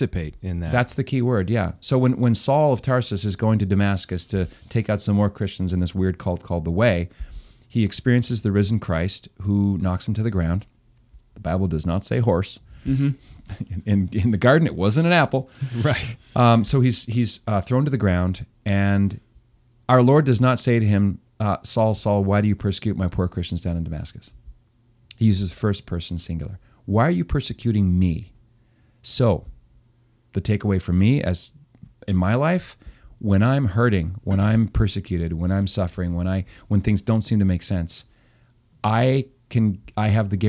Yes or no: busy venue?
no